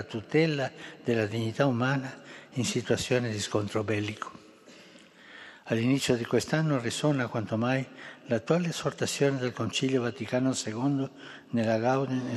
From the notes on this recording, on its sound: FROM THE HALL OF BENEDICTIONS. AUDIENCE TO THE MEMBERS OF THE DIPLOMATIC CORPS ACCREDITED TO THE HOLY SEE.